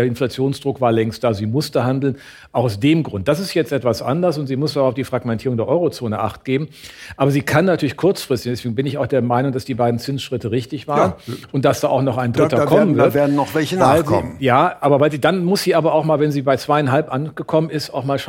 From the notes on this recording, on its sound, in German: im ersten Podcast vor Publikum